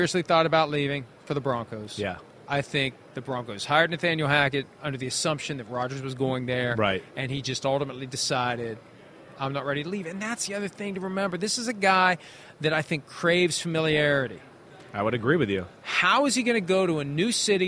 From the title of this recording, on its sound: PFT Live from Super Bowl Media Week in Arizona